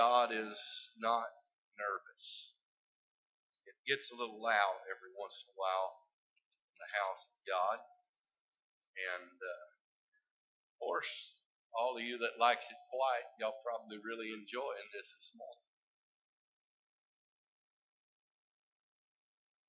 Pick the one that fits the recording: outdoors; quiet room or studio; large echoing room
large echoing room